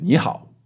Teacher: Second tone, third tone, right? They just do that naturally.